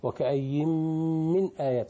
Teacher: الغنة في الميم حركتين نشبعها